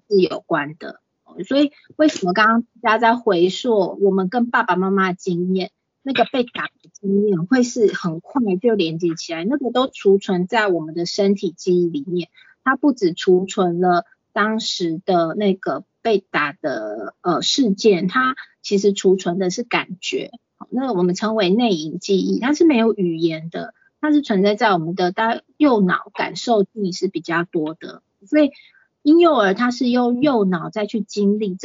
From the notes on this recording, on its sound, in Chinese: 講座錄音。此為線上課程錄音檔！